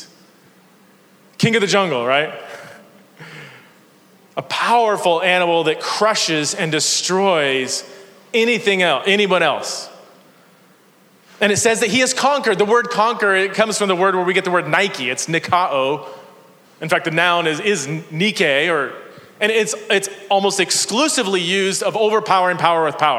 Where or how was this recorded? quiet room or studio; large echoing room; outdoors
large echoing room